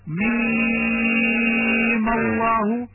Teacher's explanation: أما عند الوصل بألف لفظ الجلالة فتحرك الميم الأخيرة بالفتح لالتقاء الساكنين ميم الله، ويجوز فيها لجميع القراء المد الطويل 6 حركات نظرا للأصل